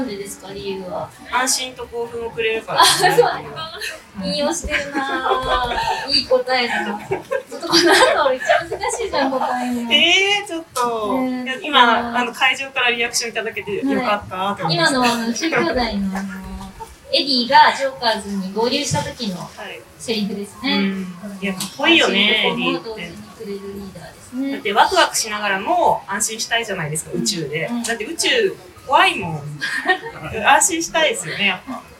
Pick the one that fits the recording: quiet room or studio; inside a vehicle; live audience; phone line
live audience